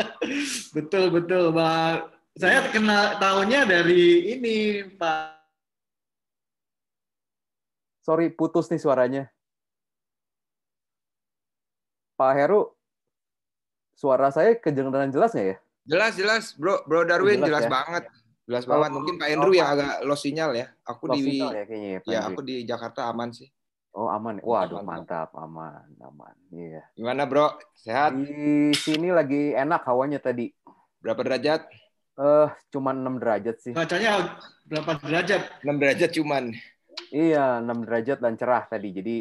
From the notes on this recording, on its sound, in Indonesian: Sukaaaaa sekali zoom kali ini.